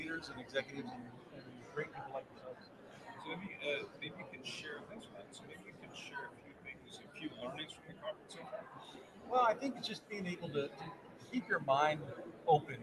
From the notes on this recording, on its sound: Ambush Interview at Driving Sales 2022 with the Auto Hub Show team.